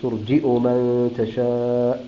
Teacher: يقرؤونه بهمزة مرفوعة بعد الجيم